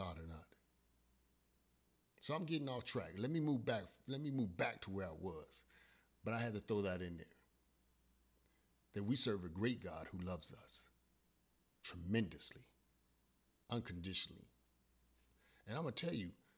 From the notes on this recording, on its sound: Forgive the volume, I had technical difficulties.